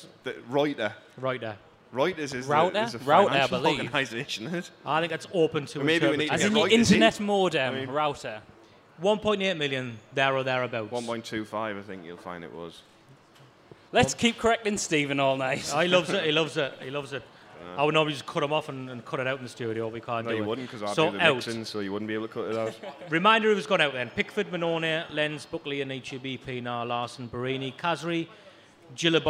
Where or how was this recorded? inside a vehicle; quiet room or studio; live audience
live audience